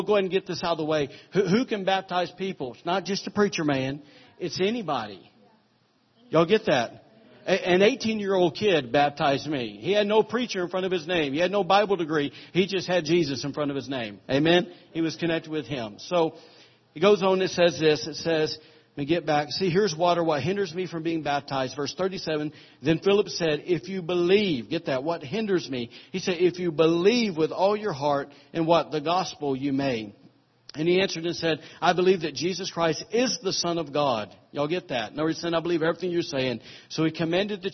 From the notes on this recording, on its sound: recorded on Sunday, July 30, 2017, during morning service at Celebration Life Family Church